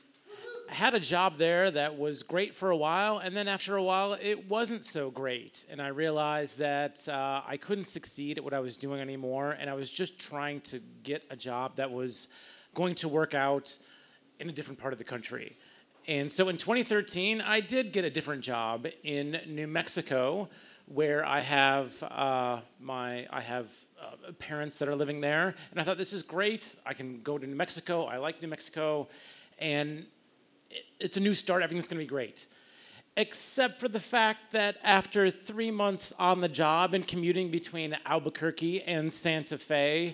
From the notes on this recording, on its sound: Recorded live in Boston, MA at Internal Matter on February 16, 2016.